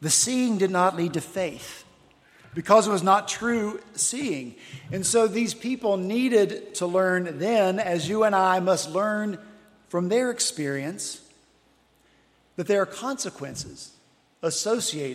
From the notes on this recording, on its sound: at Redeemer Presbyterian Church in Charleston, SC